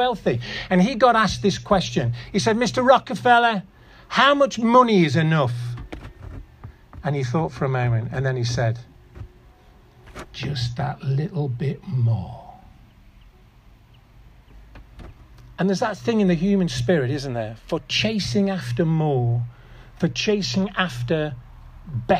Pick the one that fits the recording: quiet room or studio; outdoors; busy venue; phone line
outdoors